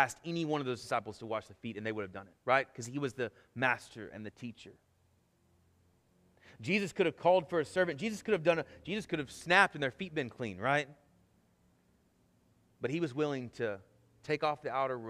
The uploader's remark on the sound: Sermon Audio from our Worship service.